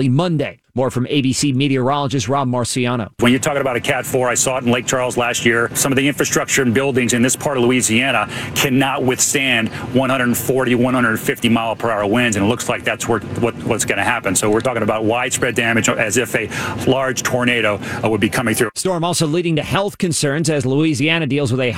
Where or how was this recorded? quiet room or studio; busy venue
busy venue